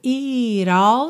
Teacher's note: esse it é um pouquinho alongado